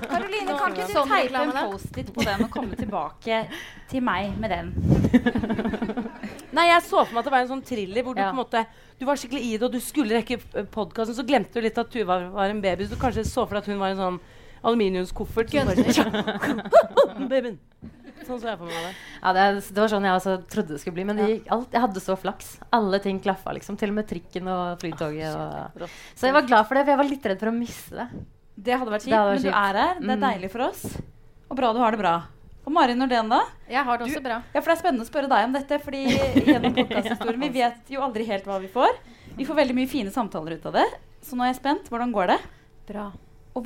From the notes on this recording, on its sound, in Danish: Live fra Nieu Scene. Takk til alle som møtte opp fysisk eller på stream. Her er første del av livepodden.